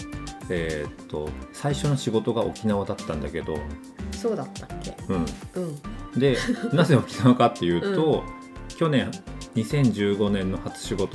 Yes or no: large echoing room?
no